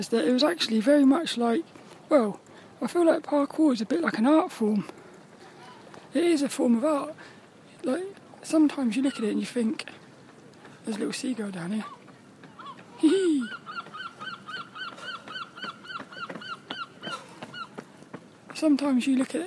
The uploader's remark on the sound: a Walk and Talk around Devils Point in Plymouth